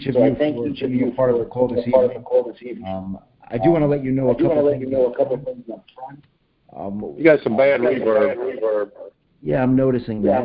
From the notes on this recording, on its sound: For most effective audio start at 9:18. We hosted our first Preterist Pastors conference call. We have a few pastors on the call.